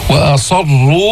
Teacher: فخم الراء مع تشديدها، مضمومة فإذا هي مفخمة